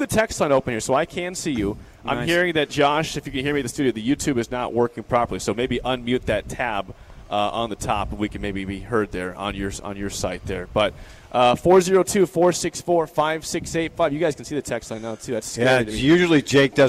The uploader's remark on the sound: LIVE REMOTE! We’re out at the Nebraska Army National Guard today